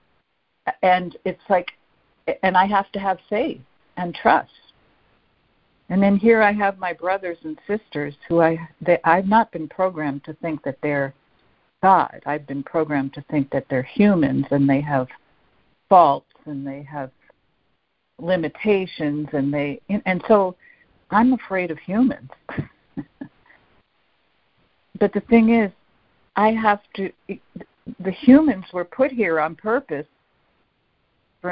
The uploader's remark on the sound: ACIM Daily Conference Call